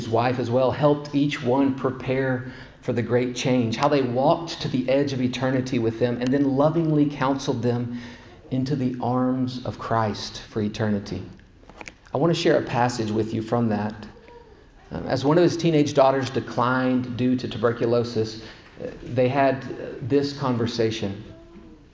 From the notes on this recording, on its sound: The first session of a four-part series delivered at Grace Bible Church of Conway in December of 2021.